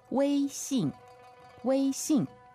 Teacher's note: So first tone and fourth tone.